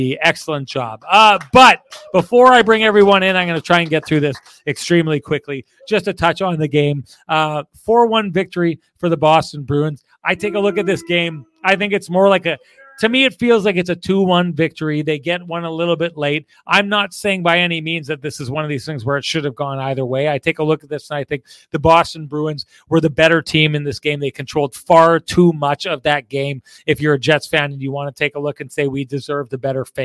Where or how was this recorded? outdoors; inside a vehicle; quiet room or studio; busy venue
busy venue